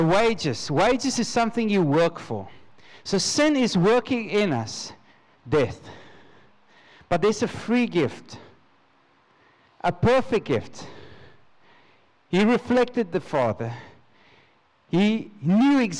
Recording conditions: large echoing room